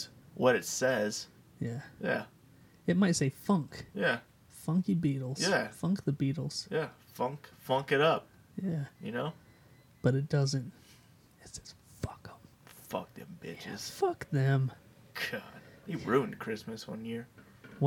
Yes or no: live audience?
no